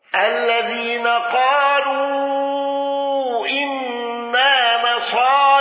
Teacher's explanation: دوري أبي عمرو بإمالة الناس وإمالة نصارى وقصر المنفصل